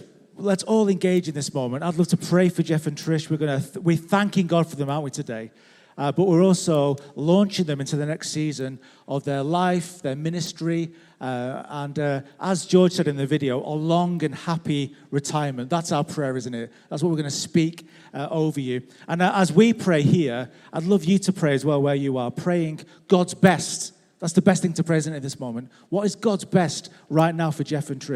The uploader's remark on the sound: This was recorded at Life Church Lancashire on 27th November 2022.